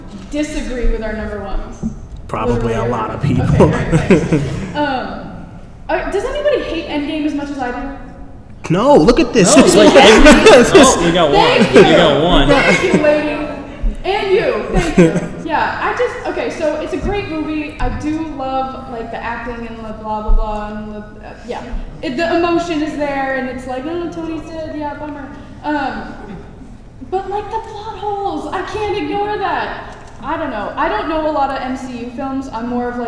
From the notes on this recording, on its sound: Fan Expo Boston - Cinemania World Podcast Panel. LIVE from the Fan Expo Boston Comic Con! Held a 40 minute live podcast panel during the convention.